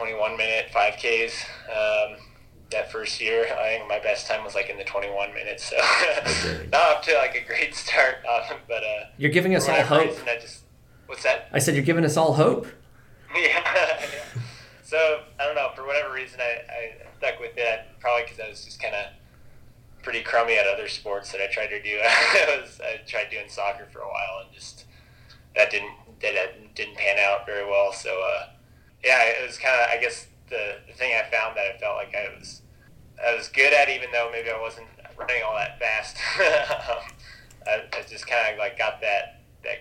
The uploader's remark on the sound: joined us for a phone conversation this week